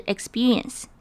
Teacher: 中间的 p 念起来会像是 b 的声音